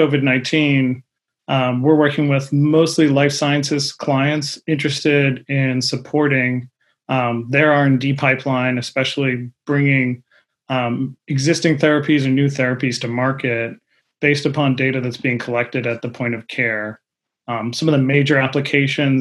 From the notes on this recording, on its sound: This panel discussion originally took place at BattleFin's Virtual Discovery Day event on July 22nd, 2020.